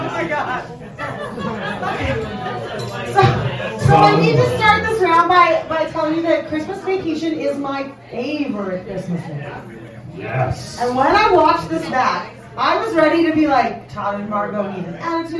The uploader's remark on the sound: Live From Wee Johnny's The Secret Santa Debate. All 4 of them must prove to the crowd who the best secret santa shopper is.